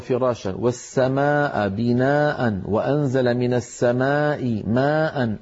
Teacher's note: فلا بد من تسوية أزمنة هذه المدود الأربعة لأنها كلها مد متصل